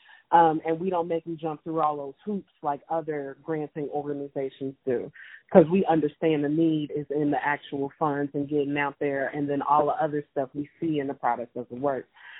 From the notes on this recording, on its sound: Talk via telephone.